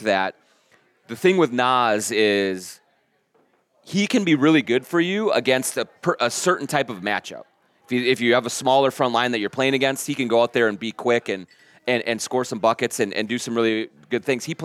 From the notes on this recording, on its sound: Live at Tuttles Eat Bowl Play in Hopkins.